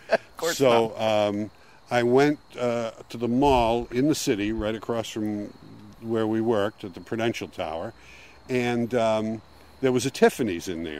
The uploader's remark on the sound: take a walk around Walden Pond